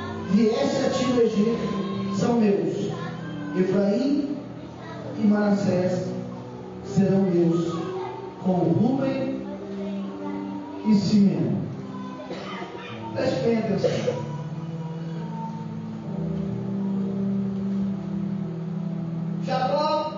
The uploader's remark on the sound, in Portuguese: Culto da Família. Gravação ficou em som ambiente.